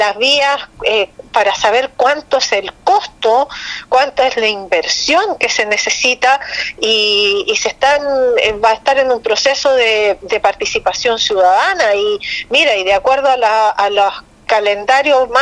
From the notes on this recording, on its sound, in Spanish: EN CONVERSACION TELEFONICA